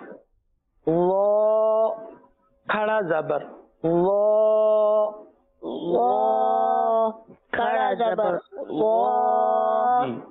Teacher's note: वो में हर्फ को पुर करना है क्योंकि ये हरूफ है मुस्तालिया में से।